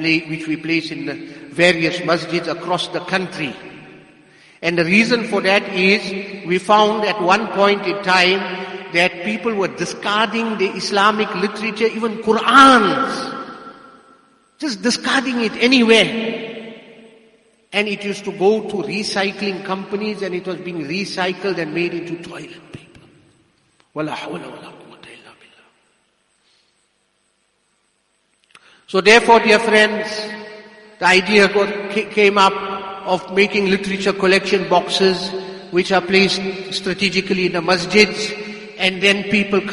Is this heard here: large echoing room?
yes